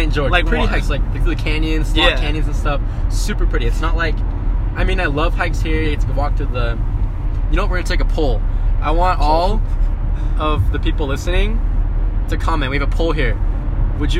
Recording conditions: inside a vehicle